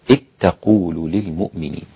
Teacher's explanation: اتقولوا من الهمزة المكسورة إلى التاء مباشرة · Term: إدغام